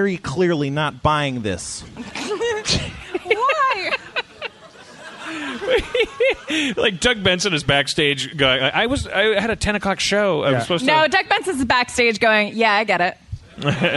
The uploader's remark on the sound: Live At Cobb's in San Francisco. Harmontown does the 13th annual San Francisco Sketchfest.